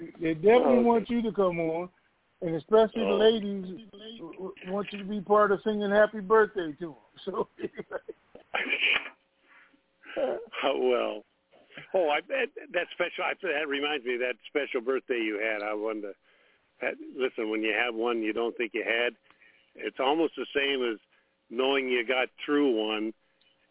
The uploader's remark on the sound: TNTSuperfantastic Conference Call.